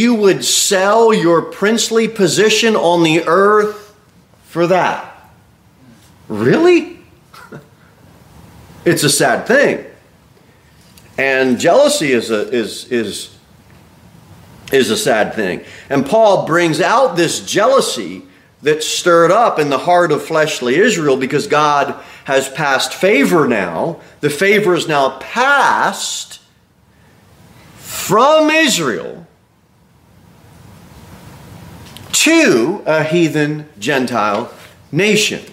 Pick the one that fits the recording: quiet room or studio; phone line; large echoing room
large echoing room